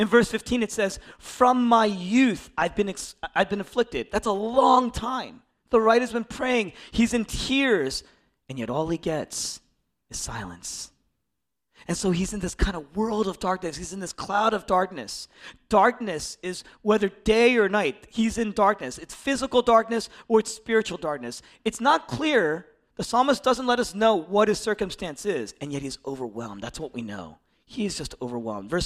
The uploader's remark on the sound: originally preached in East Falls, Philadelphia